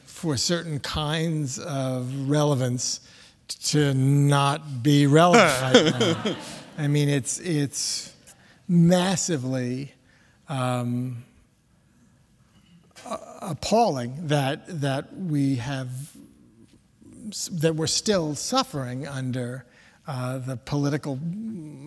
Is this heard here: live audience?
yes